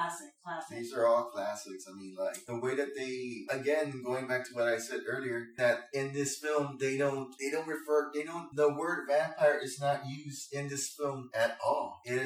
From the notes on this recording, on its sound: I was just starting and the audio is boucning around. The mics were cheap condenser and pick up everything.